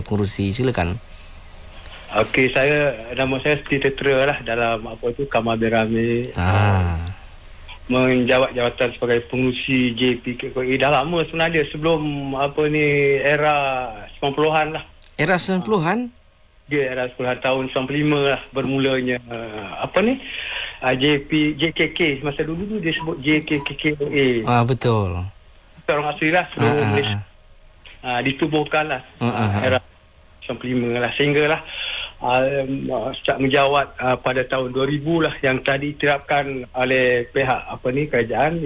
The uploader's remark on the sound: temubual secara LIVE-CALL